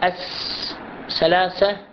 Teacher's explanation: الثاء عادة في منطقة بلاد الشام، مثلا شمال أفريقيا، يشبه بها بالسين، أس ثلاثة بدلا عن ثلاثة ينطقوها.